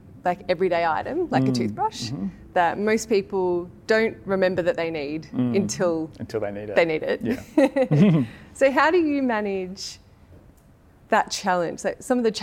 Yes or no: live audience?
yes